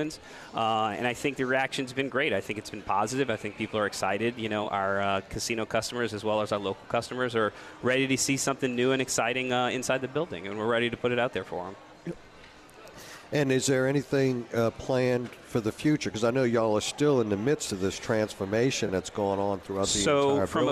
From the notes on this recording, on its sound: broadcasting LIVE from from Caesars New Orleans!